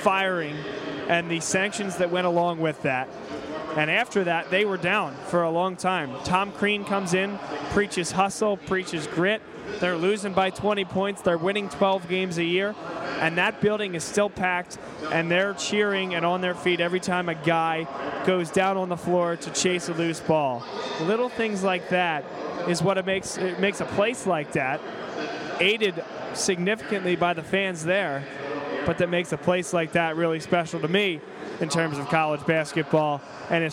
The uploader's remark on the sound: Live From The Palestra